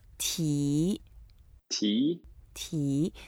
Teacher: T is the second tone, so it goes up a little bit. And if you want, it's really no restriction how long you want to continue saying that sound.